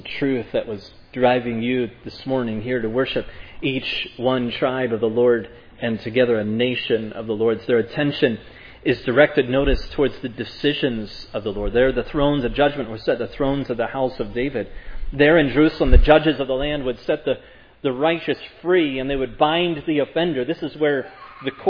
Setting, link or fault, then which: setting, large echoing room